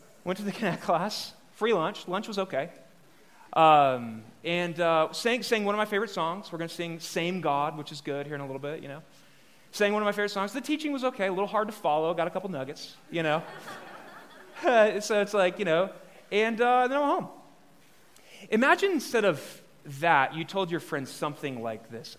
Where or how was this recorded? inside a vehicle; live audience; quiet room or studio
live audience